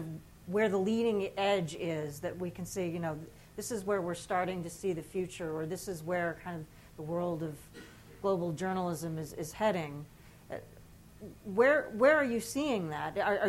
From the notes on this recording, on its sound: at the Shorenstein Center's 25th anniversary celebration